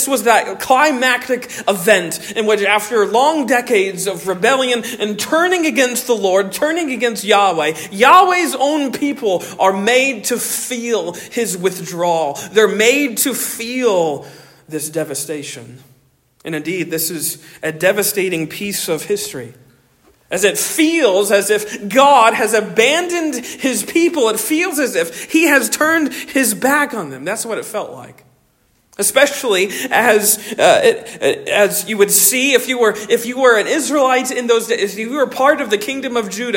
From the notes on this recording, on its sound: Originally delivered 23 July 2023 at Stonington Baptist Church, Paxinos, PA